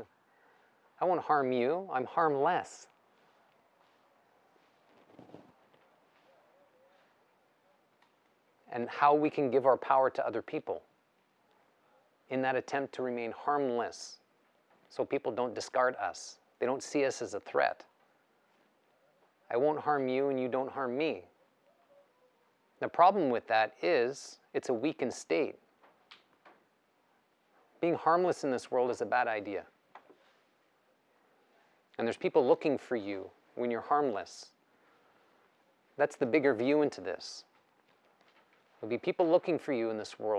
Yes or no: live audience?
yes